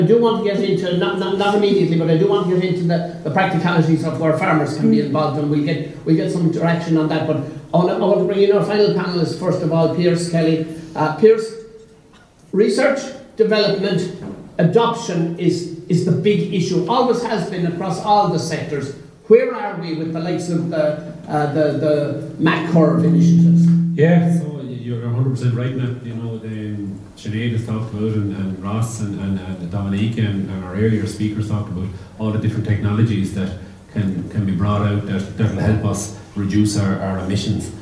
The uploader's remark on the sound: A recording of the Teagasc National Beef Conference panel discussion. Which took place on the 13th December in the Shearwater hotel, Ballinasloe.